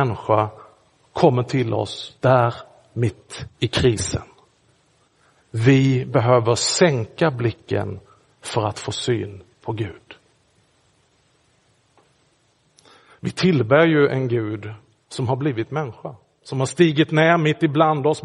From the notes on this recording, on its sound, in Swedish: Inspelad i Roseniuskyrkan den 14 januari 2024.